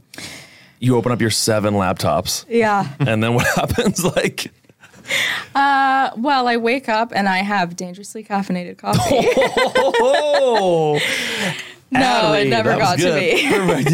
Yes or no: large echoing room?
no